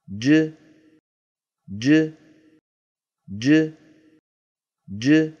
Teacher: ج ضغط الصوت المحبوس خلف المخرج وانطلاقه يحددان معالم الصوت. هذه جيم ساكنة مقلقلة